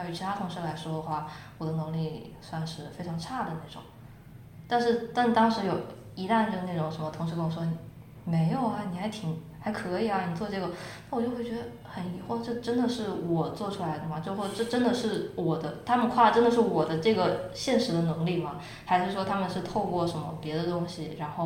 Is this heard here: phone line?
no